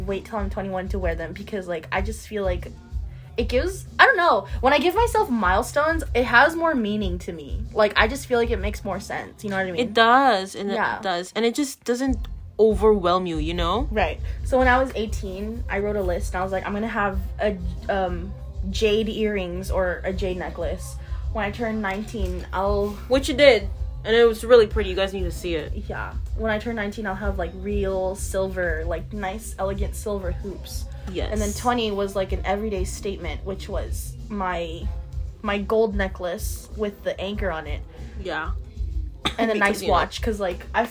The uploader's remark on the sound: We recorded this at the most inconvenient time because you can hear our families karaoke-ing down stairs. We recorded this at the most inconvenient time because you can hear our families karaoke-ing down stairs.